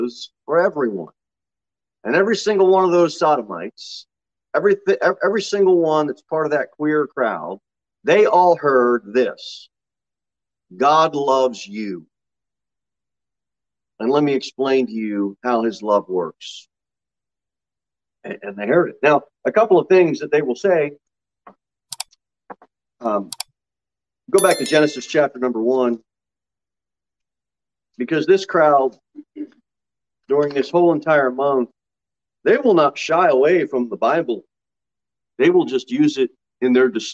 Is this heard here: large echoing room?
yes